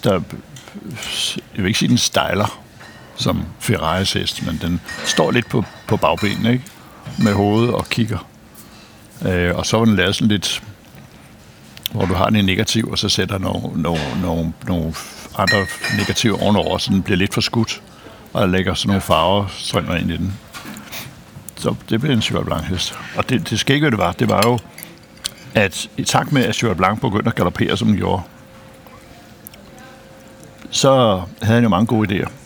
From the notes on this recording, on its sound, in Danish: Optaget på Nimb Brasserie, Tivoli, København.